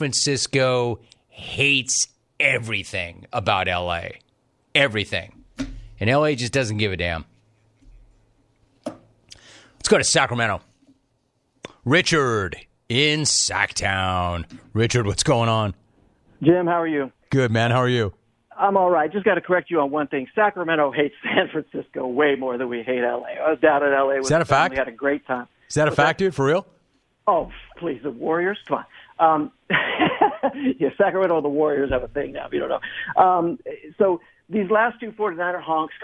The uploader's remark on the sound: Phone Calls